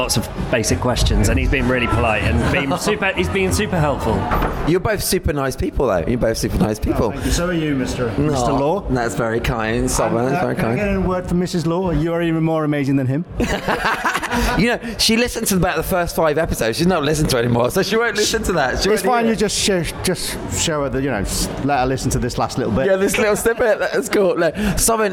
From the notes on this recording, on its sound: I once again took a little travel mic to the amazing Doc Day - the one-of-a-kind documentary wedding photography conference. Mini-interviewing almost 40 photographers from all over Europe. I spoke to the founders, speakers and attendees alike. Some slightly tipsy after-party ramblings.